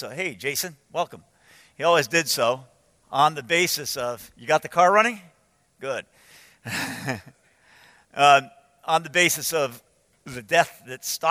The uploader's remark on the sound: From the 2015 Clearnote Pastors Conference.